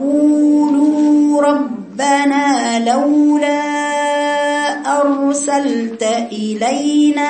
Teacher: قاف مضمومة قو والواو المادية اللي بعد القاف حركتين ثم اللام مضمومة وبعدها واو حركتين